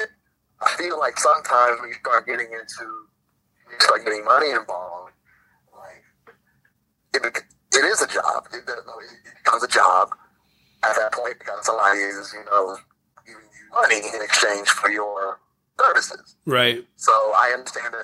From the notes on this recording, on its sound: take a phone call from an upset parent